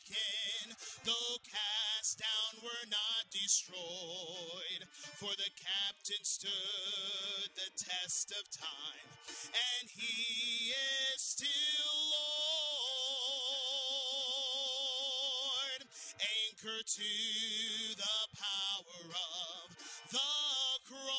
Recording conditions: large echoing room